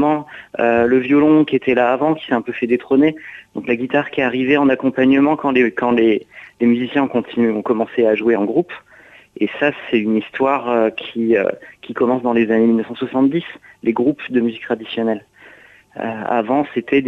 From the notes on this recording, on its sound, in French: invité par téléphone